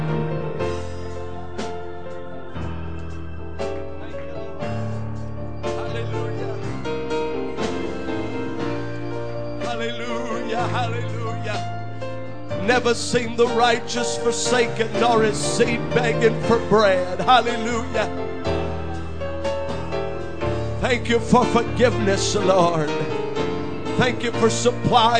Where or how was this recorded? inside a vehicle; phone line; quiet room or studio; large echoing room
large echoing room